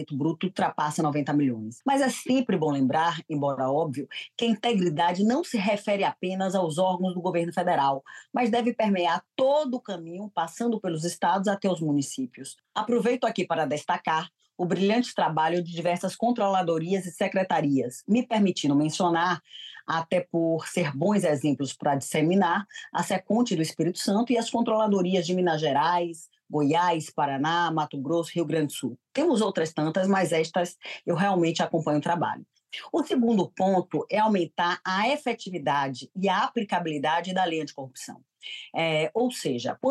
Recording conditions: video call